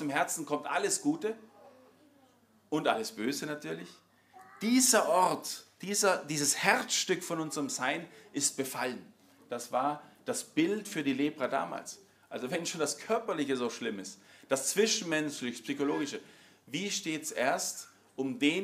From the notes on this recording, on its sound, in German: Im Rahmen der Familienmesse. Im Zentrum Johannes Paul II.